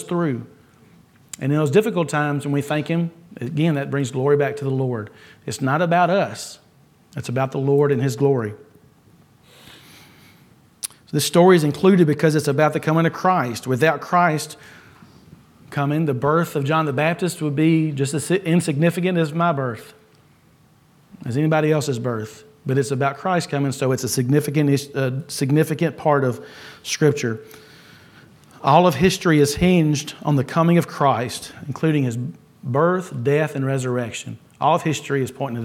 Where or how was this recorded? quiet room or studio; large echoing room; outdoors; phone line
large echoing room